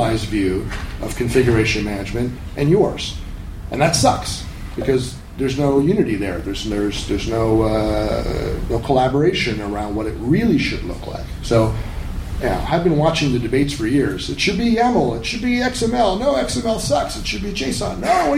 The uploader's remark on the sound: A recording from MeetBSD 2014 in California.